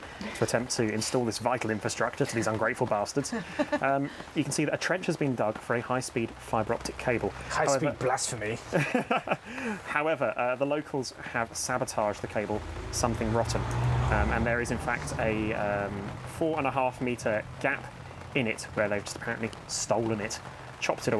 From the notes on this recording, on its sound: Did we record this episode in the fittingly pissing rain? I hope you like ASMR, and listening to the lengths we'll go to to maintain social distancing.